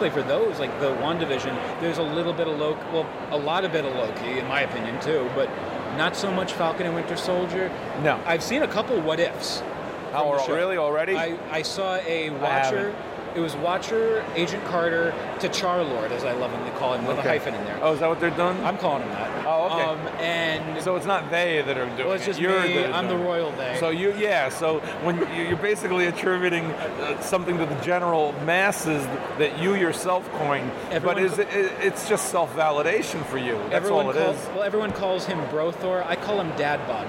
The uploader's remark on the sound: we present some of the audio we recorded at New York Comic Con 2021!